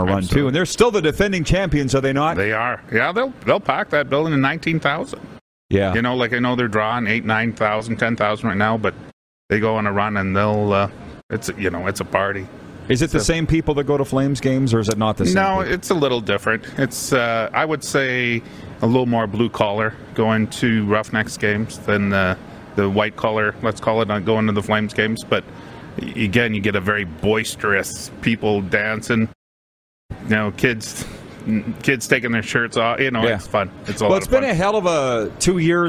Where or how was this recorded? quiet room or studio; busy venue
busy venue